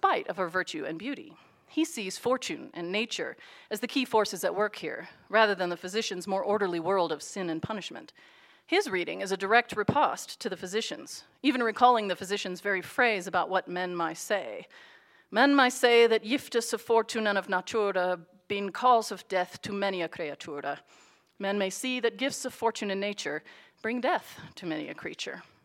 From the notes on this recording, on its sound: Audio recording of a lecture. As part of the Dean's Lecture and Concert Series.